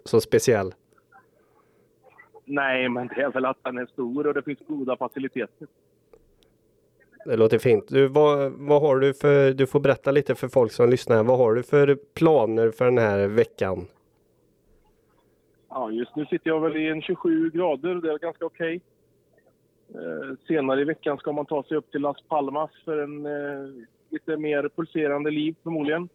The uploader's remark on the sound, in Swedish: Är med på telefon.